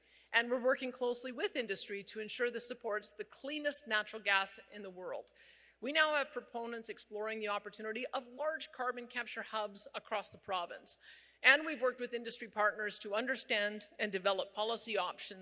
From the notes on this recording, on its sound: delivered a keynote address at the Carbon Capture Canada Conference in Edmonton